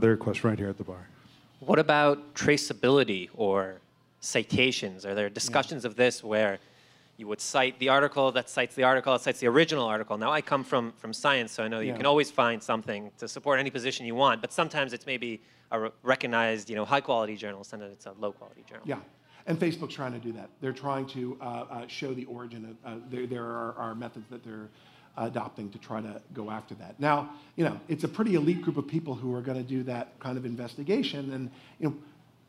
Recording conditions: busy venue